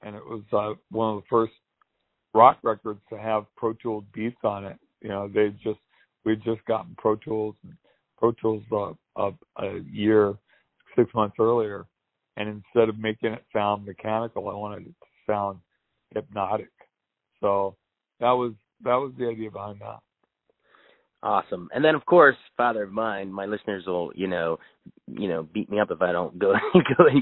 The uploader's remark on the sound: They spoke over the phone